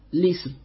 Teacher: فيلزم بذلك تحريك اللام بالكسر لالتقاء الساكنين فتصبح الاسم أو تصبح الاسم.